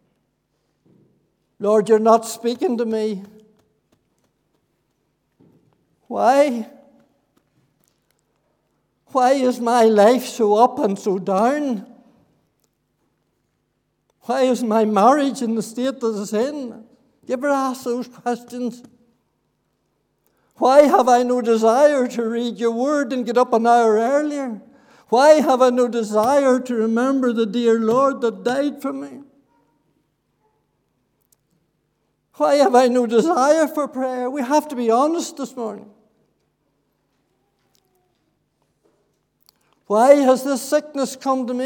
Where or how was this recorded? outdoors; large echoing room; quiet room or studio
large echoing room